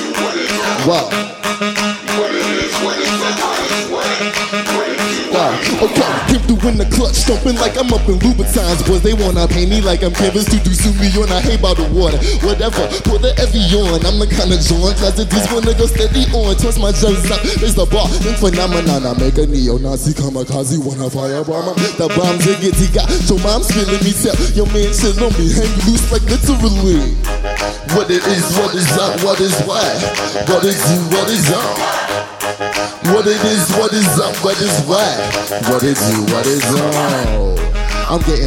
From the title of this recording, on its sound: Live from SXSW